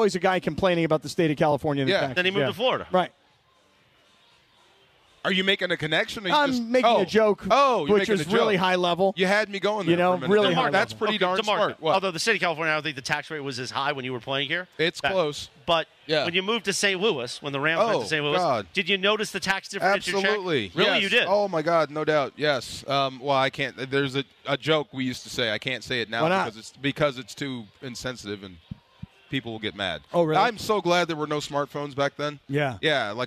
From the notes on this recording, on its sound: LIVE FROM YAAMAVA!